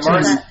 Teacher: it ends with that zzz sound, which is a little bit mushy. But the word Mars is nice and crisp.